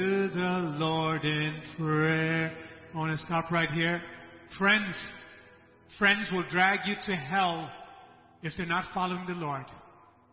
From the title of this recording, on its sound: ELBIM Church Sunday LIVE Stream Audio